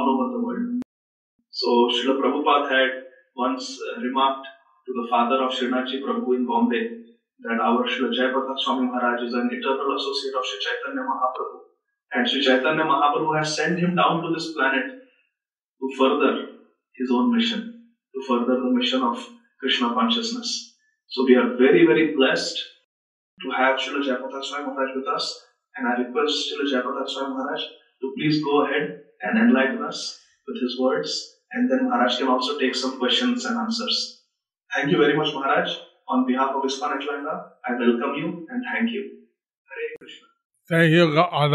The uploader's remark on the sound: Zoom Session